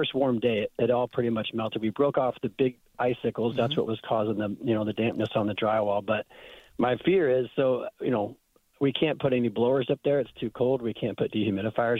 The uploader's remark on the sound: answers your phone calls